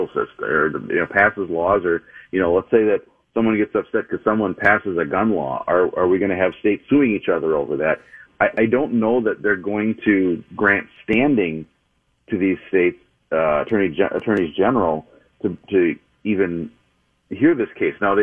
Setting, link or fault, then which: link, phone line